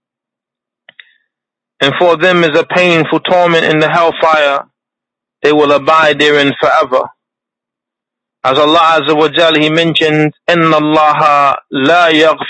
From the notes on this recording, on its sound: A Toronto Tele-Conference Event